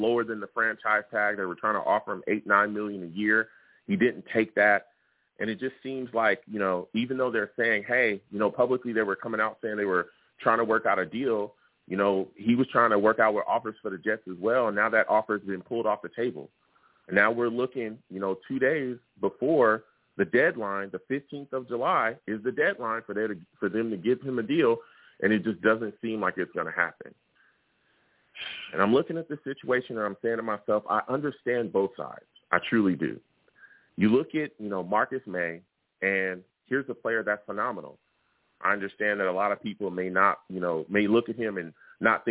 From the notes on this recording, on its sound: I take live callers!